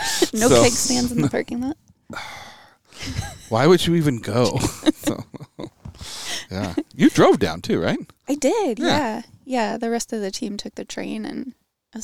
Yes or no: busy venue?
no